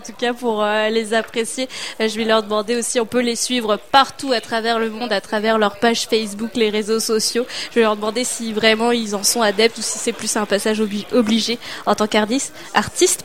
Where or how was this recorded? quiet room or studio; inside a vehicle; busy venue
busy venue